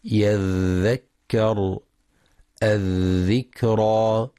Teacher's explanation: ينتبه القارئ لرخاوة الذال، وهو جريان الصوت عند النطق بالحرف